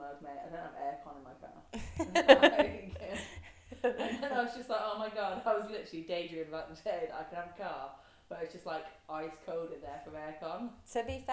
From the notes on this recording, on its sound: We messed up the sound on this one.